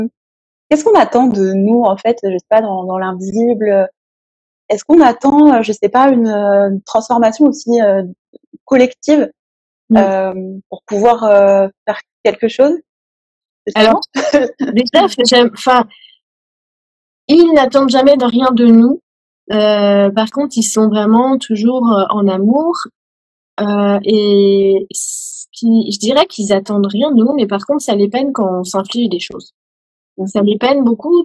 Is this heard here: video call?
yes